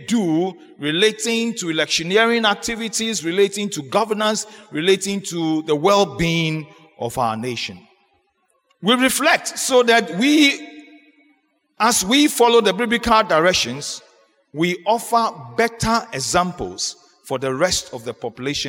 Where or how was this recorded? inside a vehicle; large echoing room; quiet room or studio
large echoing room